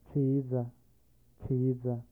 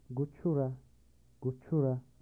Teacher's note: C, voiceless laminopalatal. Initial position, number 54.